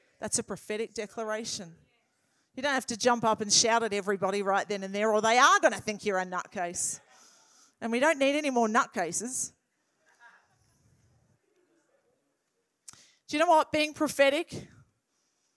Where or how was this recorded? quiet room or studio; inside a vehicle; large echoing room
large echoing room